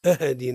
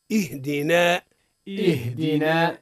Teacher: يقع الخطأ في الهاء من أوجه قلقلتها وعدم إعطائها صفة ماذا اللي هي الهمس · Shown in: second take